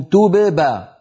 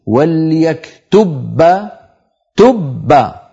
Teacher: طب أليس من الأسهل أن أذهب إلى مخرج الباء مرة واحدة فأقول وليكتب تب، فأطبق شفتي على باء ساكنة من غير قلقلة وأجافيهما وأباعدهما عن باء متحركة · Shown in: second take · فبدل من أن أعمل مرتين أعمل مرة واحدة. · Term: دمج حرفين